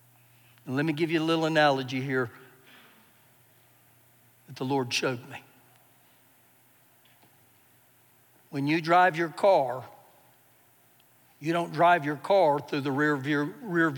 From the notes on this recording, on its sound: Recorded live during our Sunday morning service